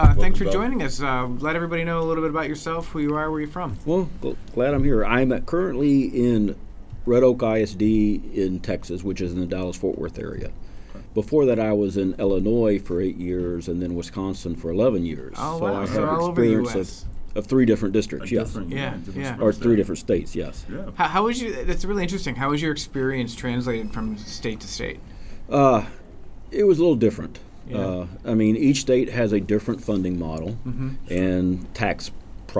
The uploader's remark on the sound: LIVE: ASBO International AC&E Conference in Portland, OR. We always love it when we have the opportunity to record live, but this one in particular was very special to SBO Perspectives.